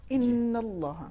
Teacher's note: ہے آیت نمبر 60 میں ان اللہ تو اس میں چونکہ نون پر تشدید ہے انہوں نے کچھ حد تک غنے کو کھینچا ہے لیکن اس سے تھوڑا زیادہ کھینچنے کی ضرورت ہے · Term: غنہ